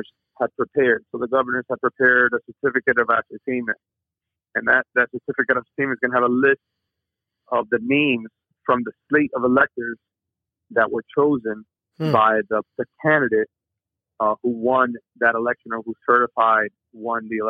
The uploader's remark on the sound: In this episode we bring in our first guest call.